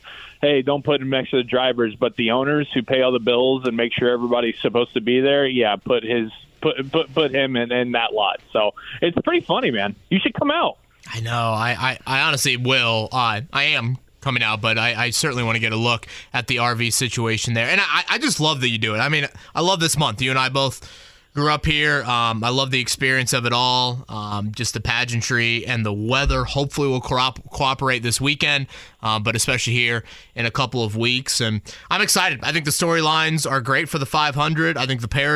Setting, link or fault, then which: link, phone line